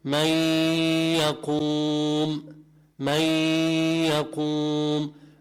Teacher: يعني ما بقول من يقوم، من يقوم، هذا تشديد كامل اسمه، إنما التشديد لا يكون كاملا لبقاء الغنة، فنقول من يقوم، تطلع الغنة من الأنف. · أدغمنا النون الساكنة بالياء فذهبت النون الساكنة، صارت الياء مشددة ولكن ليس تشديدا كاملا لبقاء الغنة · Term: الإدغام بغنة